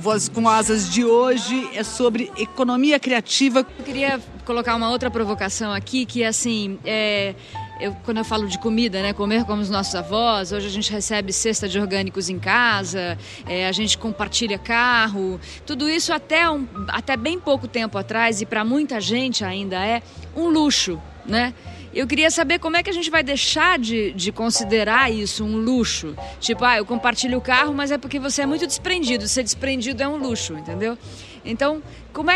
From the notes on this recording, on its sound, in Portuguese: Gravado no Festival Path com apoio da cerveja Sol.